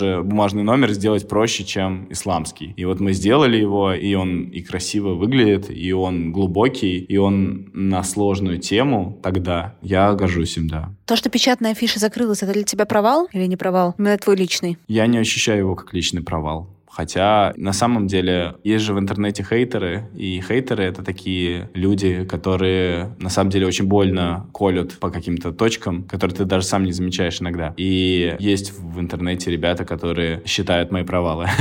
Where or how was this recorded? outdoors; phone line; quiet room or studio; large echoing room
quiet room or studio